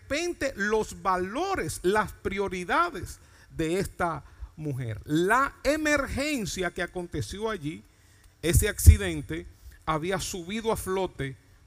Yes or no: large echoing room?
yes